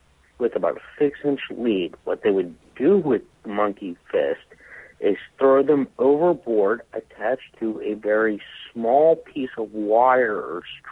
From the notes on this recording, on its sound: Phone calls.